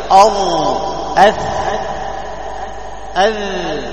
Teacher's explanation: طرف اللسان مع أطراف الثنايا العليا. لاحظ، انظر اللسان يميل هذا، أذ أذ، لاحظ مخرج واحد، طرف اللسان مع أطراف الثنايا العليا.